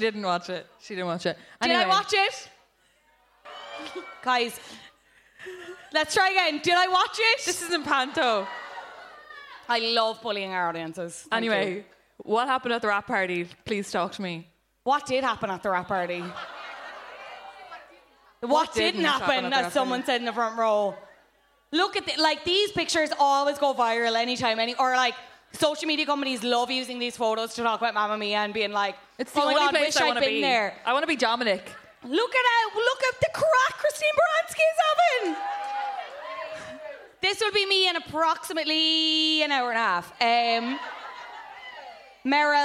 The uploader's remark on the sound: Live from Cyprus Avenue.